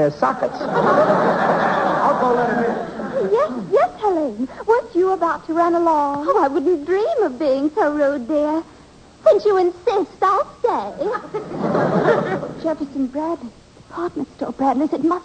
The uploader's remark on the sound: The program was broadcast live with a studio audience. It was usually greeted with howls of laughter and applause from surprised audience members.